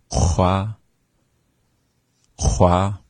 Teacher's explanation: qua is more at the back of your throat. It's called the uvular.